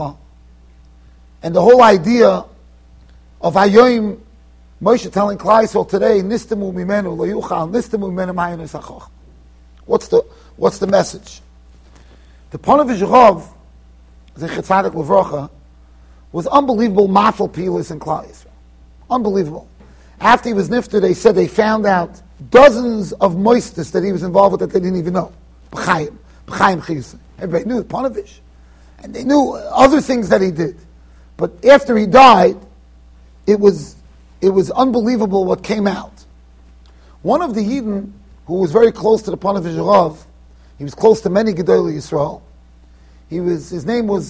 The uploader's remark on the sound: Shiur recorded in Yeshivas Ohr Reuven, Monsey NY.